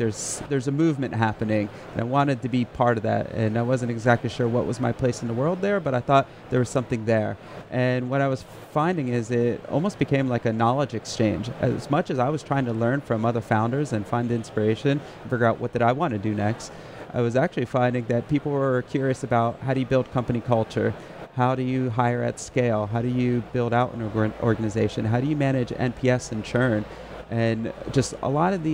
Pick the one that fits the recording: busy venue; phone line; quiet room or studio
busy venue